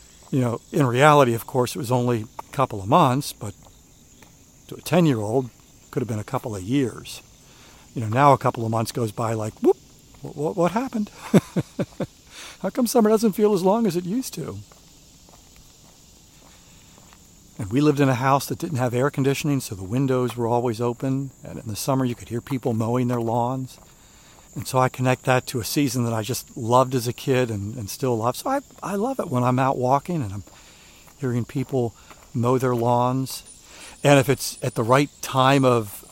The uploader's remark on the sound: you'll enjoy the sounds of nature